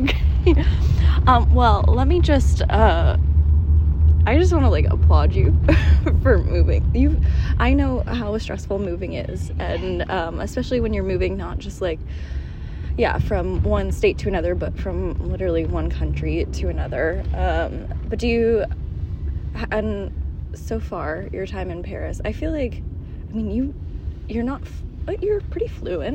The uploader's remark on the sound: jumps on the podcast live from the back of a taxi in Paris